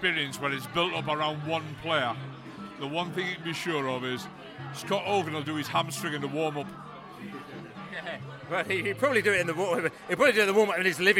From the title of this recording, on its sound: Newcastle Pre-Match Podcast from the pub